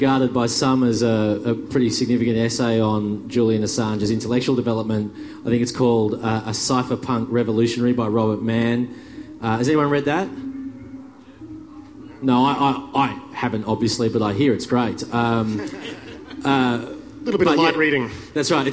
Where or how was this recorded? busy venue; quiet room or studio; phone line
busy venue